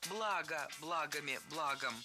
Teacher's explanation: Во-первых, хочу исправить материальные блага на материальные блага, конечно же. Ударение в слове «благо» всегда падает на первый слог. Оно неподвижное.